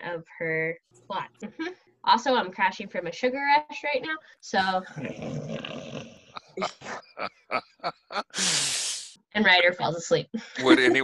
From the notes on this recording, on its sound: from the relative safety of our own homes via Zoom